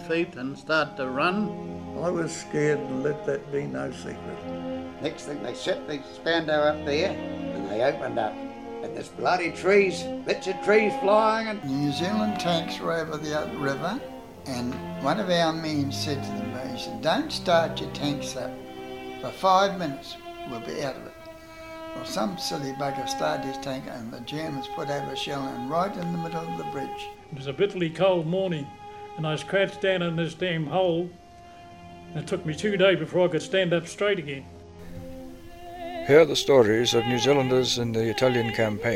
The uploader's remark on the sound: Recorded in the open air at Te Kowhai Aerodrome, Hamilton. Talks with three ladies at a Fly In of the New Zealand Association.